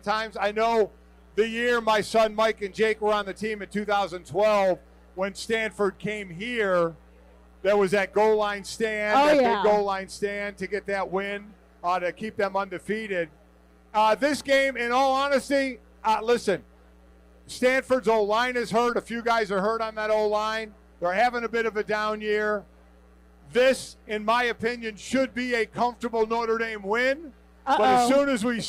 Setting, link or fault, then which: setting, busy venue